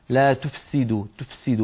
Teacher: فتجد بأن الفاء تخرج ضعيفة والسين باعتبارها فيها صفير وقوية تطغى عليها، فيخرج صوت الفاء ضعيفا وصوت السين قويا